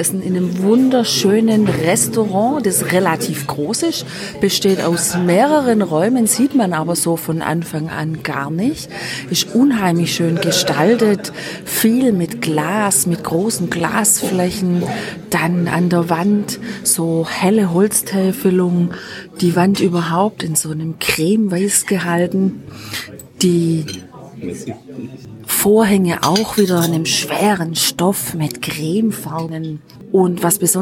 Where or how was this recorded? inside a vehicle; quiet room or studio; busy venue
busy venue